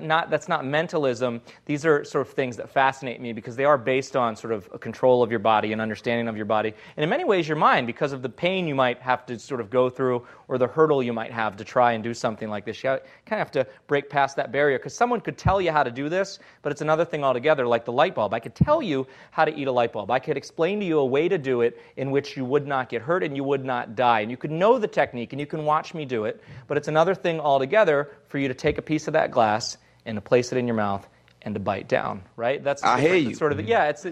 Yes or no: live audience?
yes